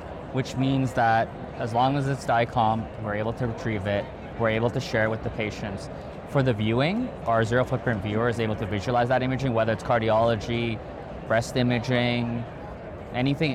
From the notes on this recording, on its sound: it’s an Interview in Action live from HIMSS 2023